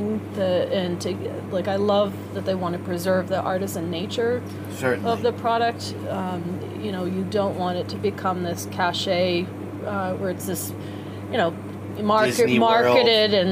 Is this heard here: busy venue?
yes